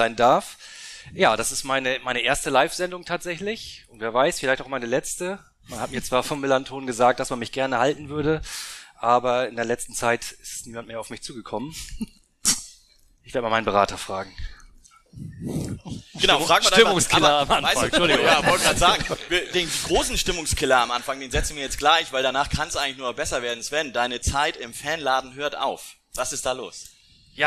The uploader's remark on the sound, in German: Nach zwei Jahren pandemiebedingter Pause konnten wir endlich wieder eine Sendung vor Publikum abhalten.